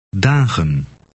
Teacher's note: Note that the en ending on dagen is unstressed and resembles an u sound.